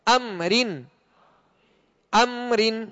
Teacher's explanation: حرف با کے علاوہ کوئی بھی حرف آ جائے تو وہاں اظہار شفوی ہوگا یعنی بغیر غننے کے ادا کریں گے